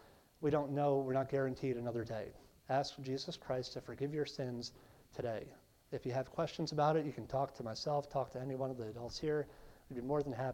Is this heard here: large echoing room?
yes